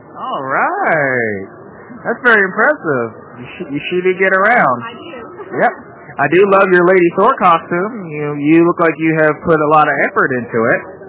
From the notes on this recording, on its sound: This episode was recorded at Planet Comic Con in Kansas City, MO, April 30, 2017, day 3. I did a brief interview.